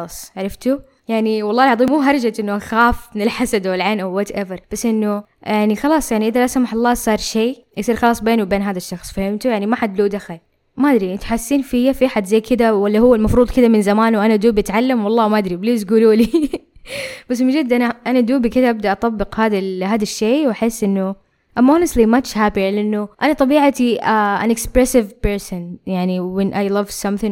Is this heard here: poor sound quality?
no